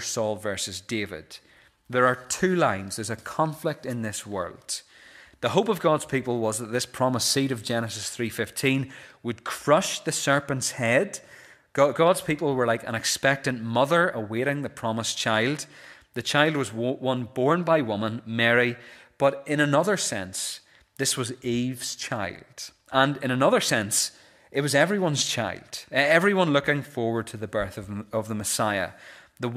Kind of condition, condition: setting, large echoing room